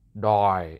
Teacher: It goes down, right? So that's the third tone.